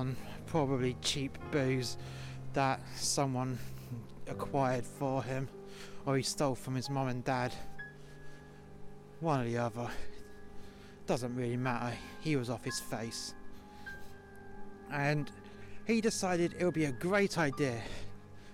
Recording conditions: outdoors